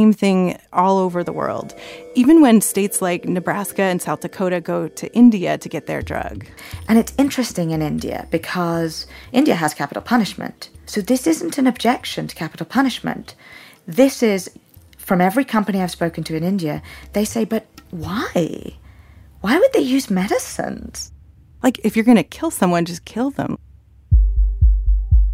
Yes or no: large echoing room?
no